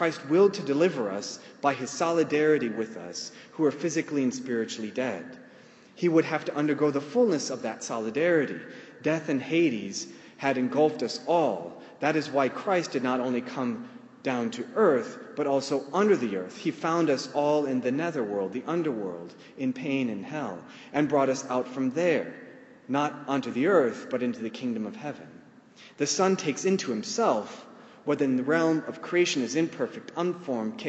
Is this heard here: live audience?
yes